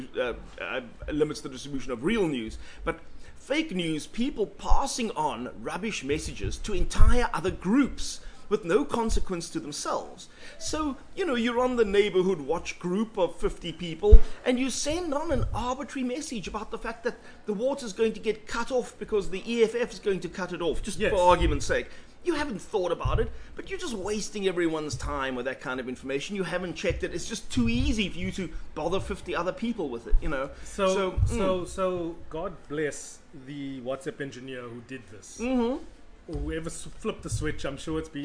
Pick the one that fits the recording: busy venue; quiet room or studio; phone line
busy venue